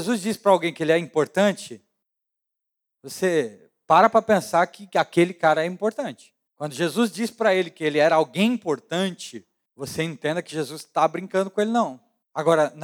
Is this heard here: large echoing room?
yes